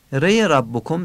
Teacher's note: ری ربکم تفخیم میشه، فتحش هم آیه کوتاه خوانده میشه، ر درست نیست، را ربکم.